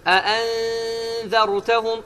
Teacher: dilin ucunu damağa toxundurmursan və səsi verirsən buruna və səs də burundan çıxır. · Term: ixfa